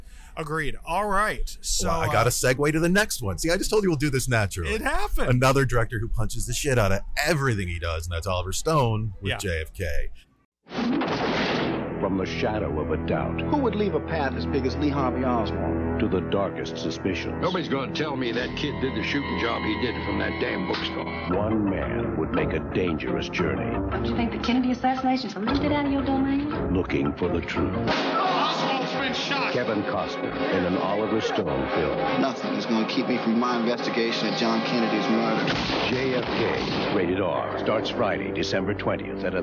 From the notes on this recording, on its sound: We're back with another episode (recorded) live from SXSW in Austin, Texas.